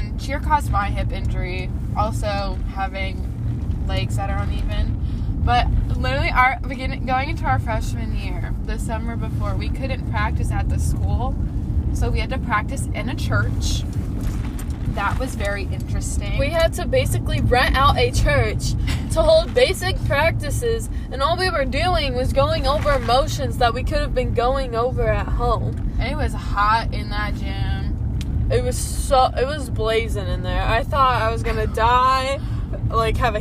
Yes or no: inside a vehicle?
yes